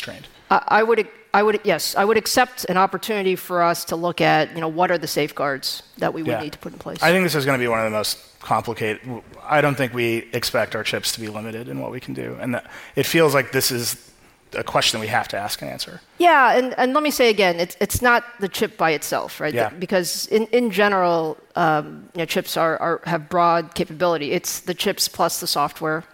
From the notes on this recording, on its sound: The Code Conference was this week, and we had a great time talking live onstage with all of our guests.